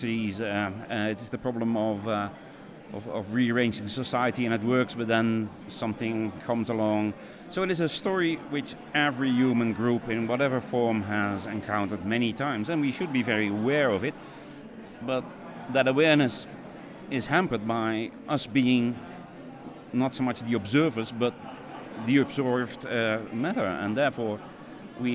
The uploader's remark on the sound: These are selections of conversations recorded at the EAA2019 conference in Bern, Switzerland.